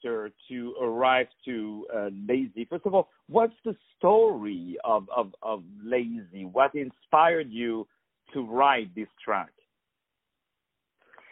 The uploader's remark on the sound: On the phone